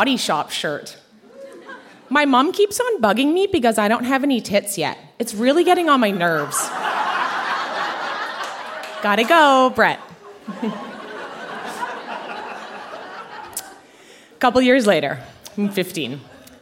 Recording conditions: live audience